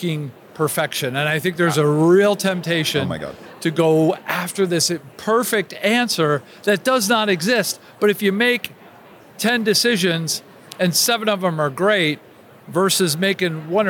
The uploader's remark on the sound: Live from the floor of the 2023 HR Technology Conference